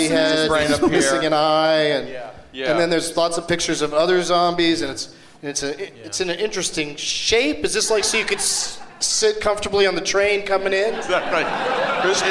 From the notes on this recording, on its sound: Live from the Gramercy Theatre in New York City